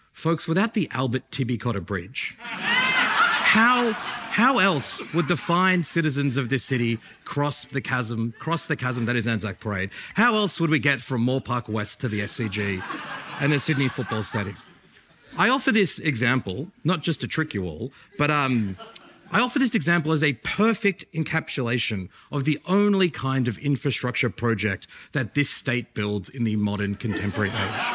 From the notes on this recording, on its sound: A debate from our 50th Birthday Festival. This event was recorded live at the Sydney Opera House.